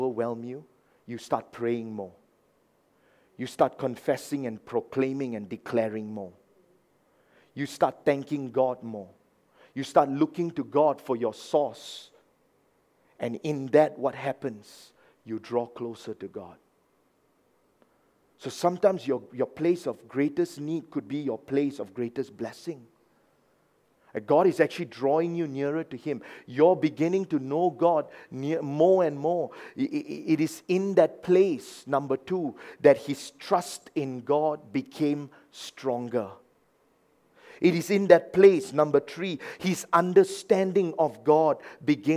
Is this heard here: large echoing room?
yes